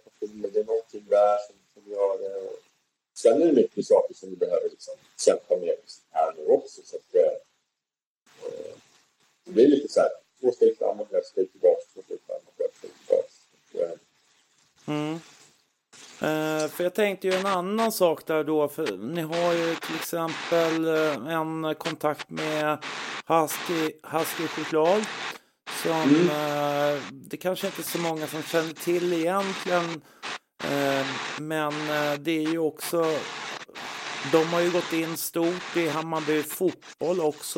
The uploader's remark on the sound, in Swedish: Med bruset som sällskap